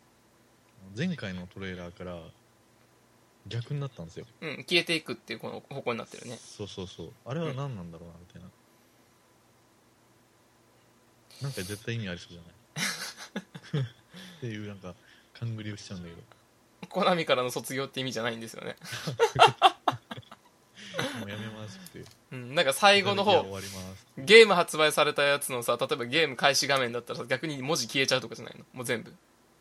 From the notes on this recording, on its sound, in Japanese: 録音失敗しているので音量を上げてお楽しみ下さい。